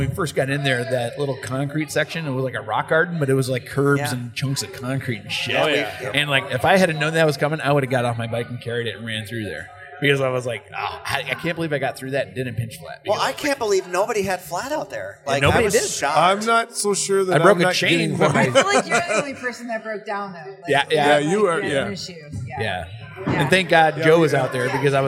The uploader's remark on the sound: Live from Limestone Brewery at May Day Mayhem in Osage, IA.